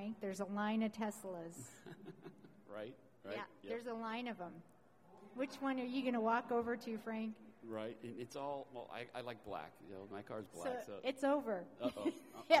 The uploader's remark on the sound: Recorded live at Coverings 2022.